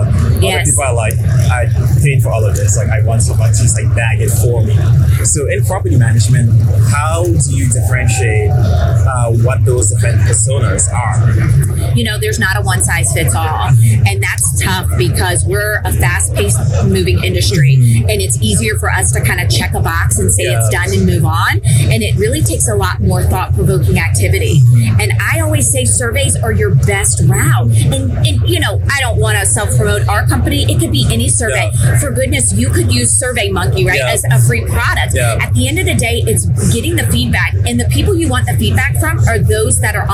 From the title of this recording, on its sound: LIVE AT NAA